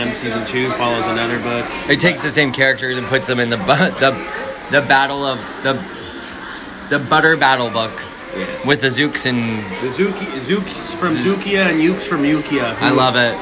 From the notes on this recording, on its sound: we come to you live from Seuss Landing at universal studios Islands of Adventure